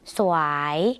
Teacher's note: สวายออกเสียงสอเสือและวอวีในภาษาลาวควบกันนะคะ